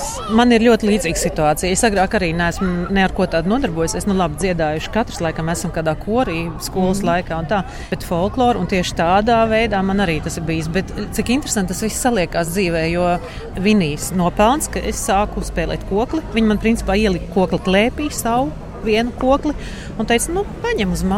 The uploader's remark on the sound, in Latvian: Pusbalsī, lai netraucētu uz skatuves notiekošajam.